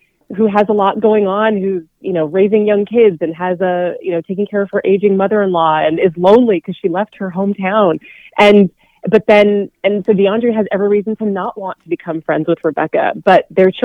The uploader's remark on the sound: called in for a discussion